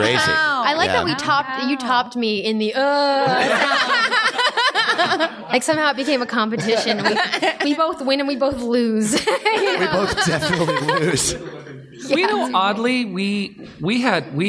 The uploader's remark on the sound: (Recorded Live at NerdMelt in L.A.)